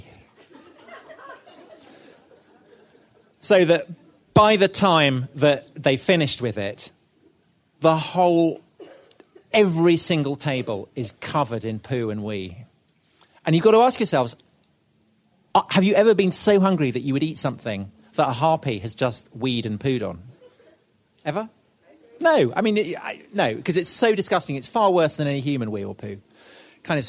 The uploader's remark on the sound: This was recorded at the 2016 Chalke Valley history festival and first released on the Chalke Valley History Hit Podcast.